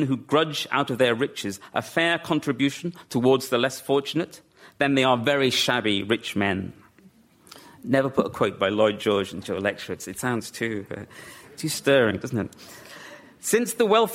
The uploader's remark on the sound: LRB Winter Lecture delivered at the British Museum